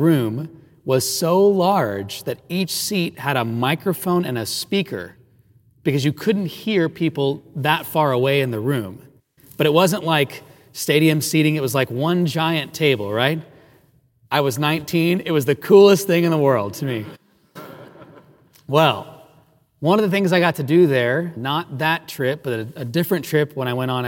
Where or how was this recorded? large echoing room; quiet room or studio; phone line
large echoing room